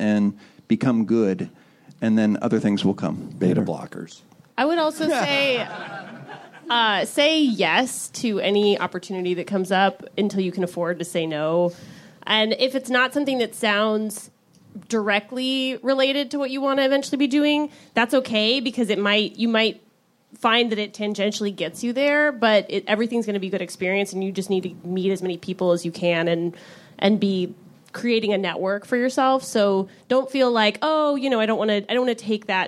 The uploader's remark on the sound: Recorded April 14, 2016 at the Nerdist Theater at Meltdown Comics.